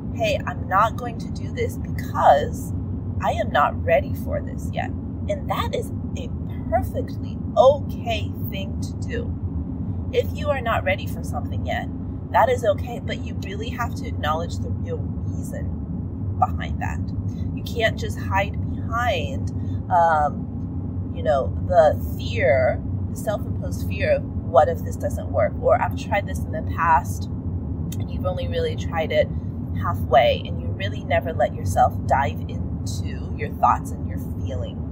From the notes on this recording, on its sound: Sorry about the audio quality, recorded this in my car, and even though the road noise is loud